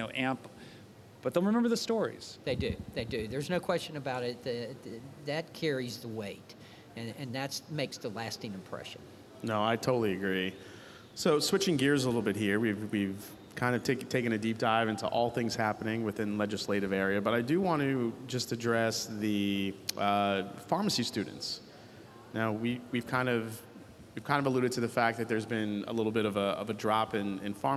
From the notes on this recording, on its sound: LIVE at RBC. Held at Cardinal Health’s annual Retail Business Conference (RBC) in Boston.